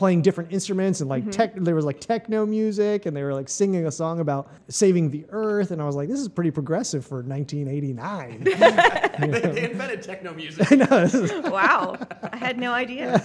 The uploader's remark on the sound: The Moisture Festival Podcast records on location at Hale’s Ales